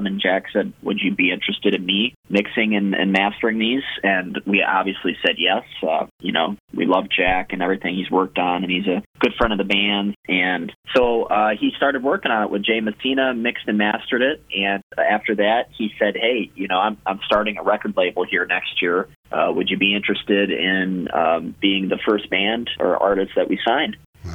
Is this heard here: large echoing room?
no